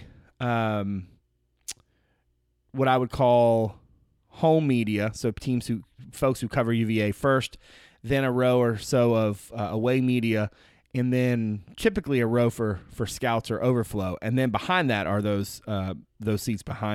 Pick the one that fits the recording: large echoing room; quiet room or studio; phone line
quiet room or studio